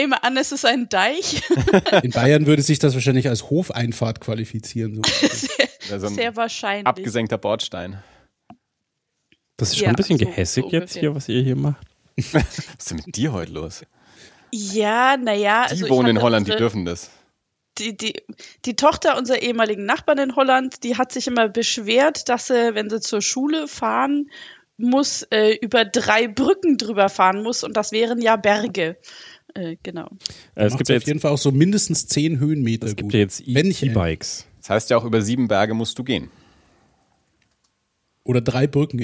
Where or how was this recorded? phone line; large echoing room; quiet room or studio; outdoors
quiet room or studio